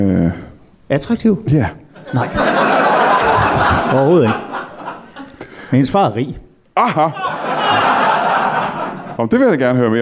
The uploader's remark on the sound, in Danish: LIVE fra Aalborg Comedy Club. Ugens afsnit er optaget i Aalborg foran det fineste levende publikum.